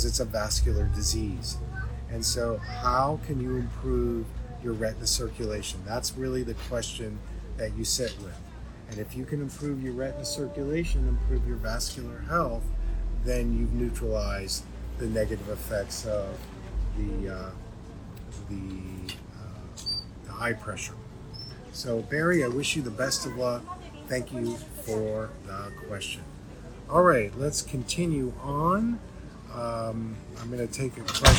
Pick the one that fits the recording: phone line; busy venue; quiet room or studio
busy venue